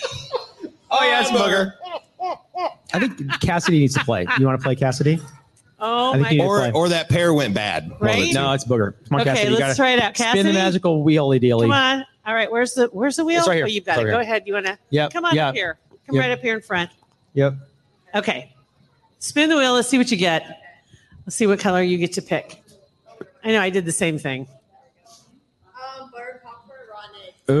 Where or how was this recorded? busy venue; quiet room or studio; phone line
busy venue